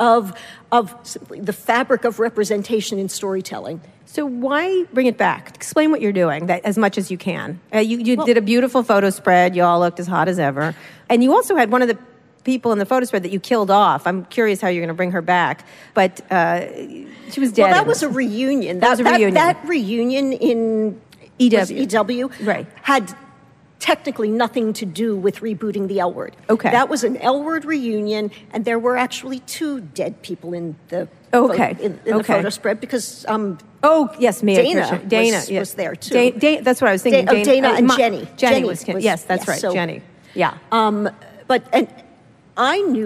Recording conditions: live audience